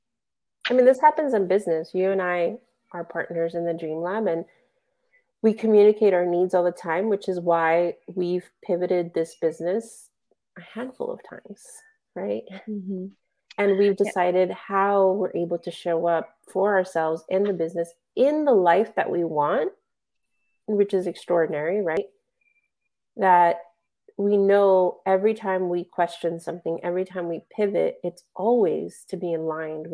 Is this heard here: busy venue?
no